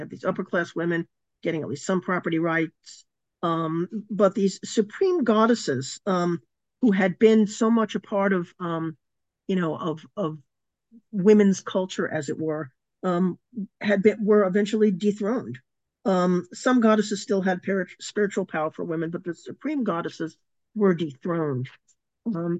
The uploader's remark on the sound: A live webinar